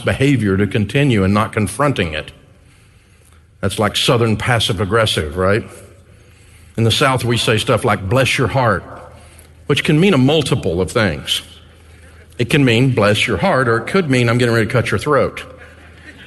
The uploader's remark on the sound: Live From EntreLeadership 1-Day. Over 1,000 small-business owners and leaders from around the country joined us in Grand Rapids, Michigan, to pour into themselves and their businesses.